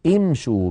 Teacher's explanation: لاحظوا الشين مضمومة ومع ذلك عند البدء أقول امشوا بهمزة مكسورة